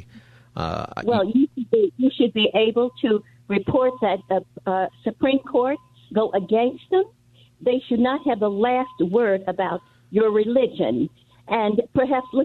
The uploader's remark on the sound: Open Phone Friday.